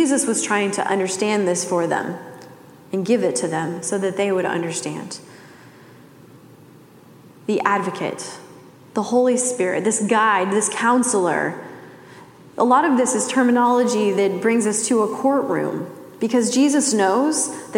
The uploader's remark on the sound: Message delivered during the Classic service.